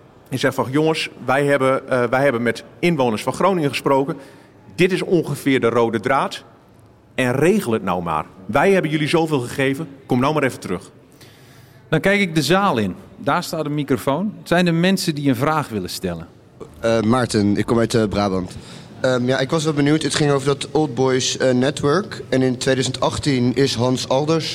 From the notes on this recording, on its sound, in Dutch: In de voormalige strokartonfabriek De Toekomst in Scheemda is een speciale editie van podcast Naschokken van Dagblad van het Noorden op het driedaagse festival Grasnapolsky opgenomen. In een live-uitzending. Met publiek van het Grasnapolsky-festival.